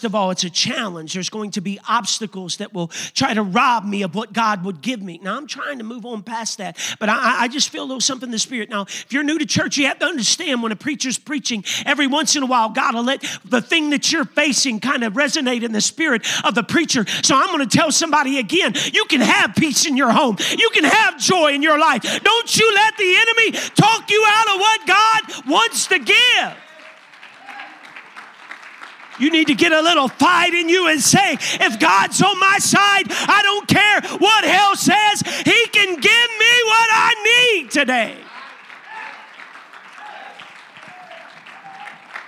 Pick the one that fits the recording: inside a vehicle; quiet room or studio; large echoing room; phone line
large echoing room